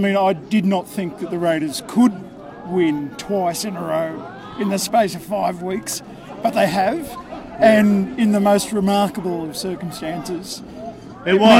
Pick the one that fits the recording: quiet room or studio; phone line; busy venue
busy venue